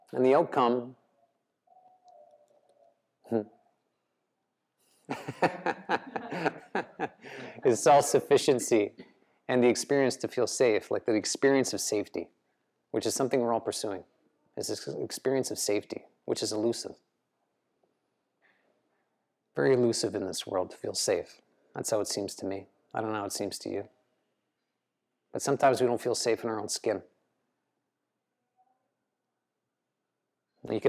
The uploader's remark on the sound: The live recorded lecture took place before a yoga practice at Peace Retreat in Los Pargos, Costa Rica in January of 2022.